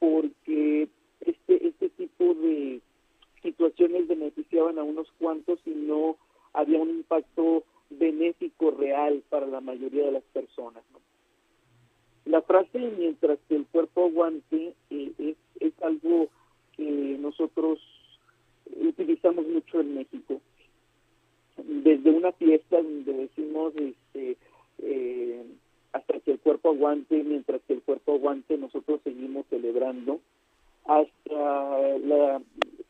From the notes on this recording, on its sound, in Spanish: entrevistamos vía telefónica